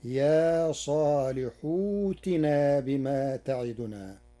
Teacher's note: قرأ ورش يا صالح ائتنا بإبدال همزة القطع واوا ساكنة من جنس حركة الحاء قبلها بعد حذف همز الوصل تخفيفا، فتصير يا صالح ائتنا بما تعدنا.